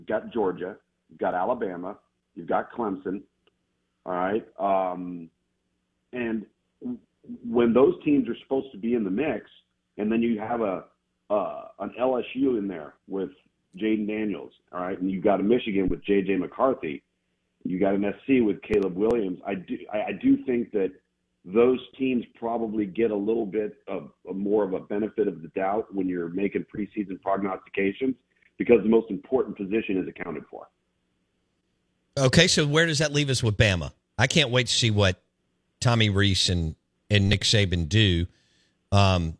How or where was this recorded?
phone line